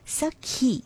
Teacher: the pronunciation is a simple sa with an aspirated ka